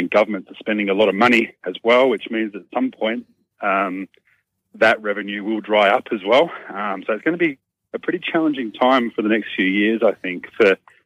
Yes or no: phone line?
yes